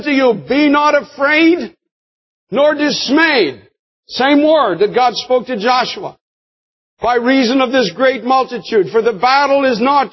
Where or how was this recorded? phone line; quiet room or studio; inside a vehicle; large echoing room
large echoing room